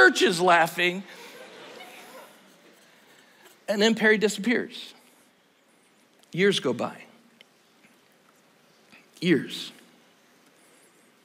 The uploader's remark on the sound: Tonight's service is part of the 2024 GO Conference at Cedarville University.